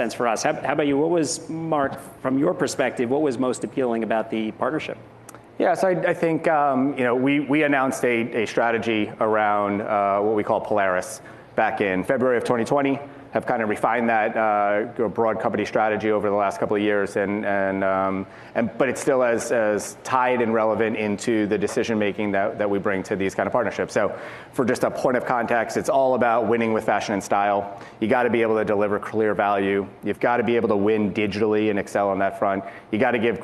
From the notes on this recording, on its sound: In this episode of Uncommon Thinking, originally recorded at Advertising Week New York.